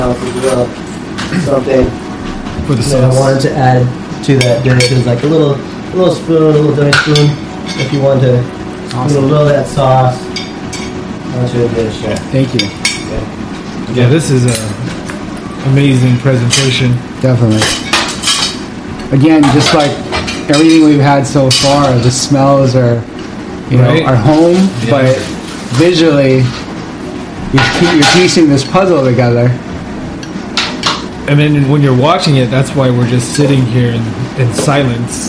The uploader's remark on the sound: This is brought live and direct from the Chef's table. You will have to forgive the background sounds. Which catches some distortions from the back up mic.